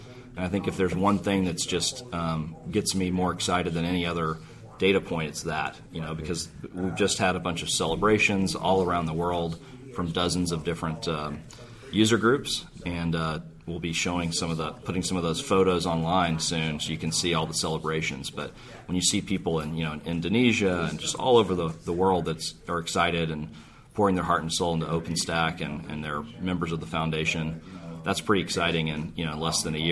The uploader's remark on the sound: Live from OSCON!